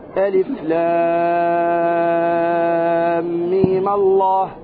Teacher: فتقول مثلا ألف لام ميم الله هكذا ميم الله حركة أو ست حركة ألف لام ميم الله لا إله إلا هو تقرأ ست حركات هذا مثقل ألف لام ميم ميم ساكنة في هجاء لام وميم متحركة في هجاء ميم في بداية ذكرنا هذا إذا وصلناها بلفظ الجلالة لك وجهان إما القصر بحركتين وإما الطول بست حركات · Term: القصر والطول